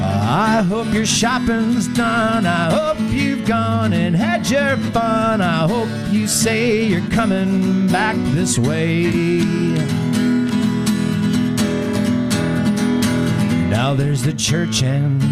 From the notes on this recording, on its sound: Live from Willalby's! Is on location at Willalby's on Willy Street, for a year-in-review with special guests.